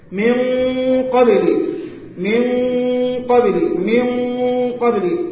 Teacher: فعندك سبعة أحرف مفخمة، تقول من قبل، من قبل، من قبل، هنا فخمنا الغنة، ليه؟ جاء بعد الغنة حرف القاف، وحرف القاف أحد الحروف السبعة المفخمة